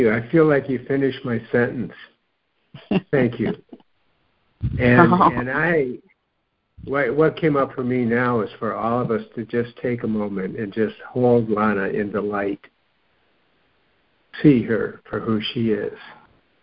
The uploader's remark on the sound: Joining together on a Free Conference Call.